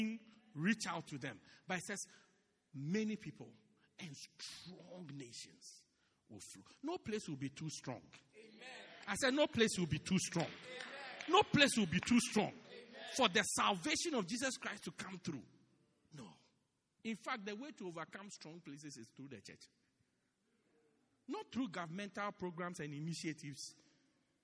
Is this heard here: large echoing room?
yes